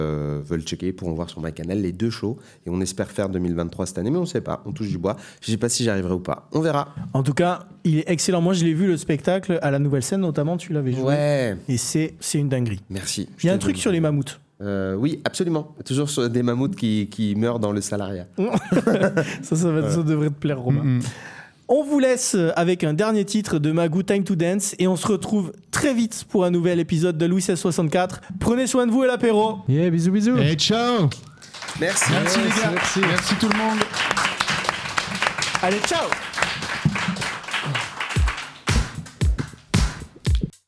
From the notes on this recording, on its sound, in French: Enregistré en public à la Cassette à Aubervilliers.